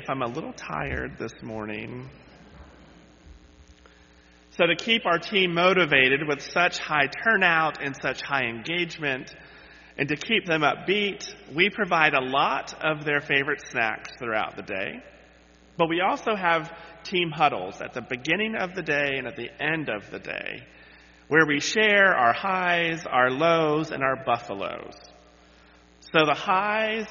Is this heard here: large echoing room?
yes